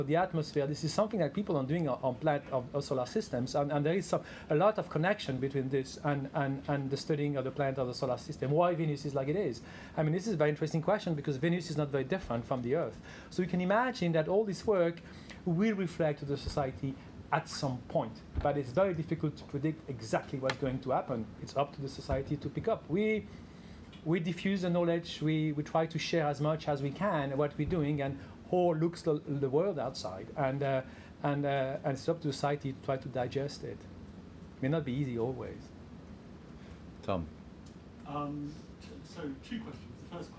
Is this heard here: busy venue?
yes